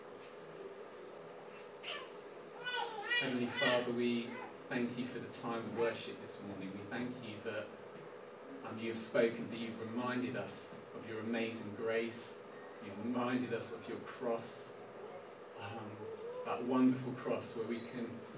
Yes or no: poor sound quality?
yes